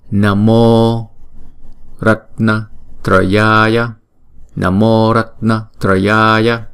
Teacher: Chữ Mô, chữ Ô này chúng ta viết in nè, thì chúng ta sẽ đọc hai nhịp.